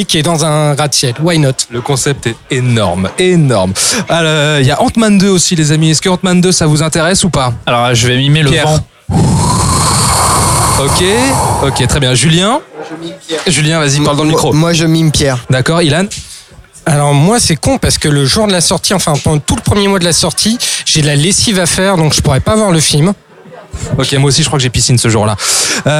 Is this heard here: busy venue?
yes